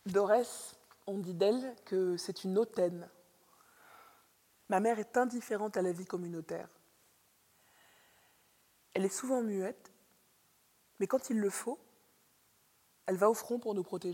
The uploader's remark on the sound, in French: Diffusion de la performance 'Le gouffre du léopard'. Enregistrée le samedi 10 octobre au Conservatoire Pierre Barbizet. Dans le cadre de la Biennale Manifesta 13, dans le programme central Traits d’union.s.